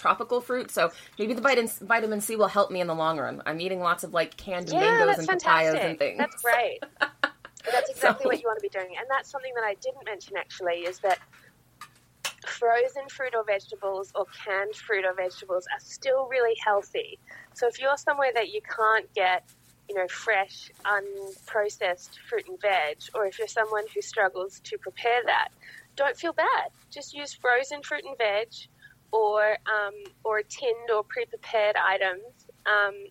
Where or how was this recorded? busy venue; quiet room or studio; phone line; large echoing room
phone line